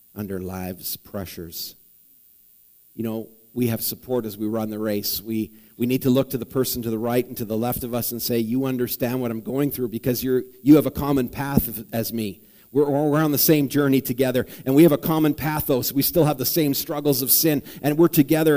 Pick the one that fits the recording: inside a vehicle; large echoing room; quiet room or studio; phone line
large echoing room